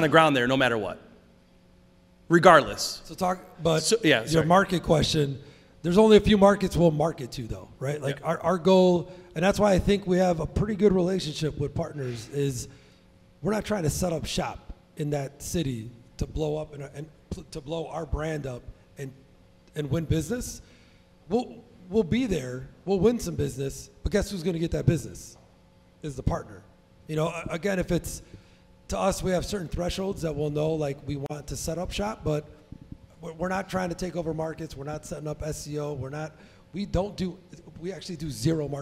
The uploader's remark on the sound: Recorded live at Rozalado HQ in Chicago. Speak to an audience of Cleaning Business Entrepreneurs.